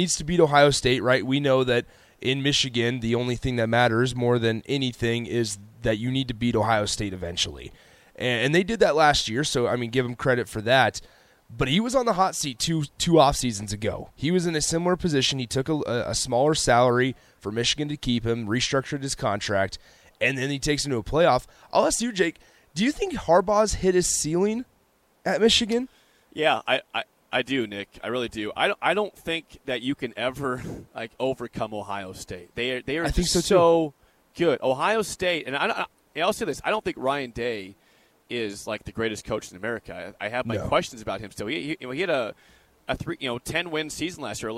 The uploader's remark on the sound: Live from Indianapolis for Big Ten Media Day! 93.7 The Ticket's coverage of 2022 B1G Media Days at Lucas Oil Stadium in Indianapolis.